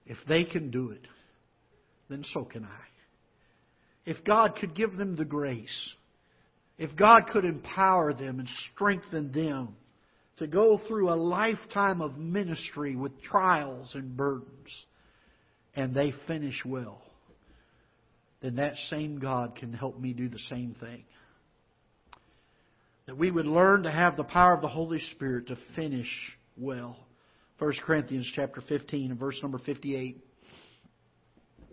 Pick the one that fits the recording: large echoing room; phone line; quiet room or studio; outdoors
large echoing room